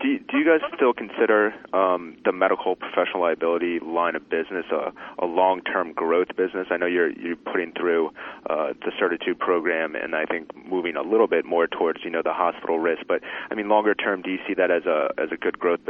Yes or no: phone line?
yes